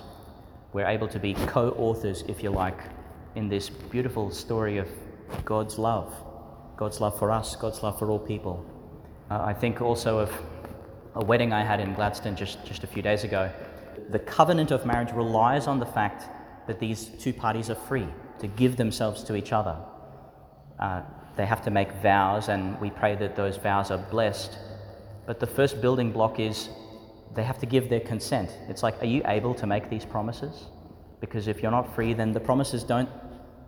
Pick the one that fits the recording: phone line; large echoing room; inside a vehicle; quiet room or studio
large echoing room